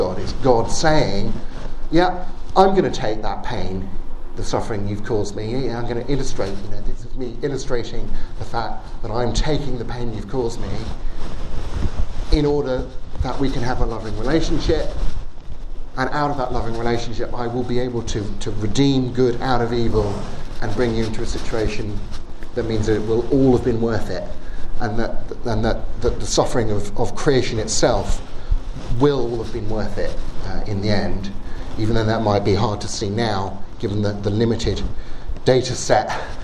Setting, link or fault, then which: setting, live audience